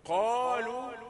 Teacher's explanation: القاف مفخمة ممدودة بالألف، الألف يظل مفخما لأنه مد للمفخم، قالوا. لكن هنا شركاء يظل الألف رقيقا لأنه امتداد لحرف رقيق.